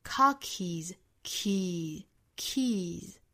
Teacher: key 这个词后面加了一个 s 变复数后面这个 s 应该读成一个浊音的 z Car keys, key, keys.那大家注意这里面是属于清清浊浊的规律。因为 key 这个词尾部呢是以元音结尾的。我们说元音属于浊音哈所以清清浊浊呢后面如果再加音加的这个音仍然是读浊音的。Keys, car keys, hope is like car